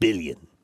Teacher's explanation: You roll the L on the back of your tongue because it makes you sound rich.